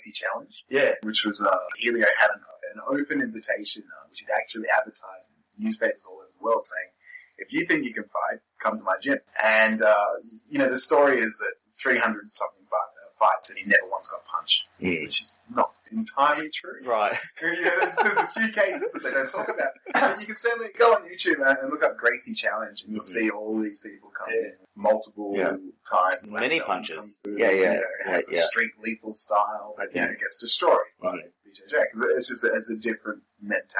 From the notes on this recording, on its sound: Apologies for Poor Audio on this episode - we had a major failure